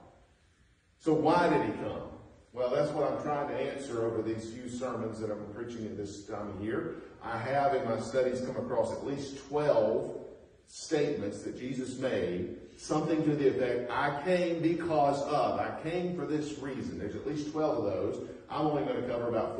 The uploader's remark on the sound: Preached at North Beaver Baptist Church in West Jefferson, NC